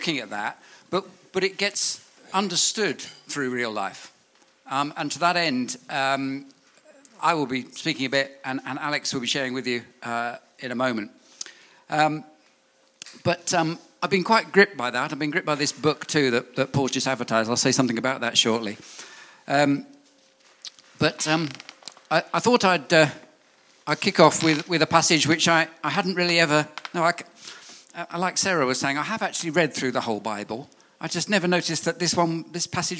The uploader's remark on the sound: On 30th June 2019 at King's Church, Cockermouth.